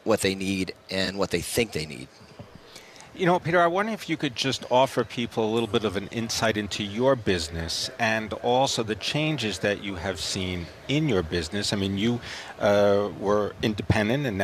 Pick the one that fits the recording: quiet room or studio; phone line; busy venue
busy venue